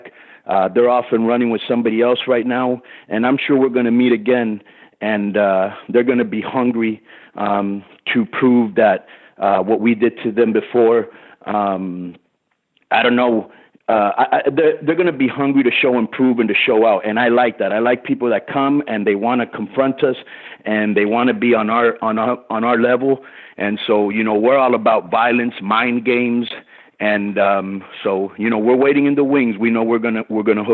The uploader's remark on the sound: full audio from Impact Wrestling's January 18, 2017 media call